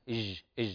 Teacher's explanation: مخرج الجيم شجر اللسان ولا تترك لها تعطيشا أو فراغ